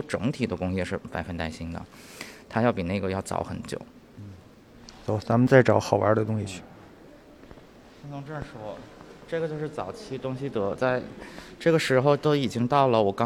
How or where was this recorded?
busy venue